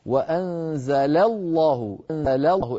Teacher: وأنزل الله، أنزل الله، التقت لام أنزل لام لفظ الجلالة، لام أنزل مرققة، لام لفظ الجلالة مفخمة، لا بد أن نراعي ذلك فنخلص المرققة من المفخم حتى يكون كل حرف آخر بصفاته من غير أن يتأثر بصفات جيرانه من الحروف.